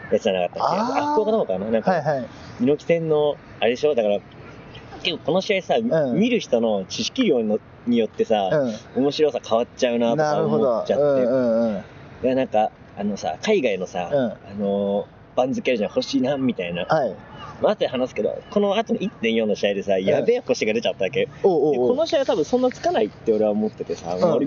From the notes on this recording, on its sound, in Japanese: 横浜アリーナ前ゲリラ収録。今回は1.22グレート・ムタラストマッチが開催された、横浜アリーナ周辺で行ったゲリラ収録の模様をお届けします。